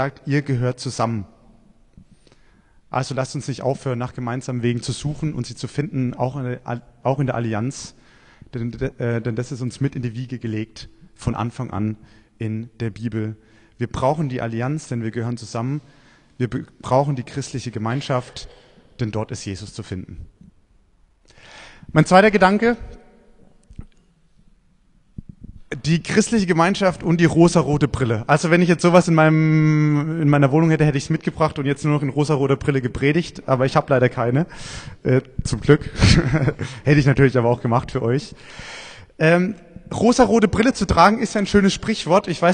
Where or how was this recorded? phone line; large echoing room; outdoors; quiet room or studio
large echoing room